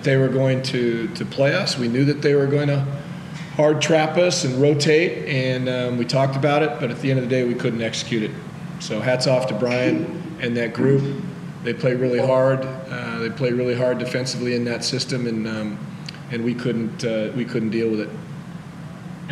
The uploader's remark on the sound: Round 18 in the NBL match between the Illawarra Hawks and the Adelaide 36ers in Illawarra New South Wales (NSW). Post Match Press Conference.